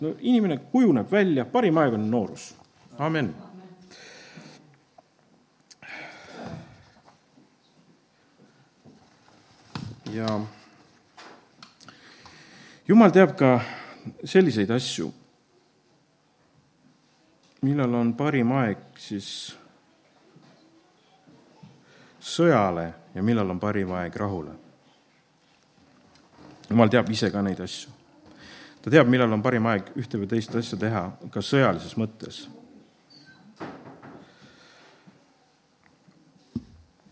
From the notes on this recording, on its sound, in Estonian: Audio salvestus koosolekult